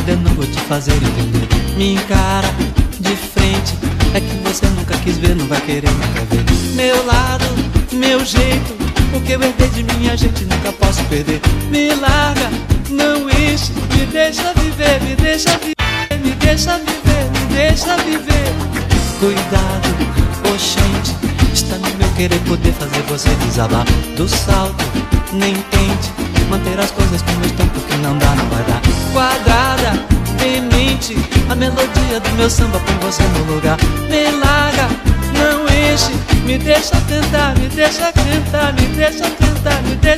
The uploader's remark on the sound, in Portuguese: Live Set. Tudo ao vivo no sambachaça que rolou alí no Santo Cristo.